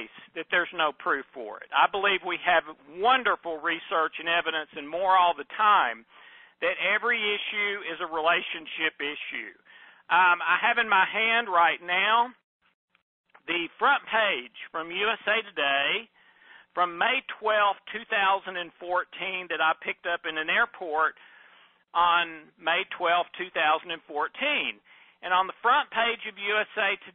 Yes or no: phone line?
yes